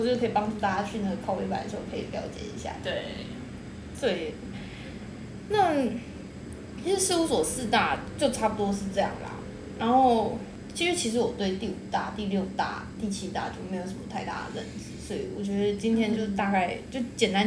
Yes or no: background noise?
yes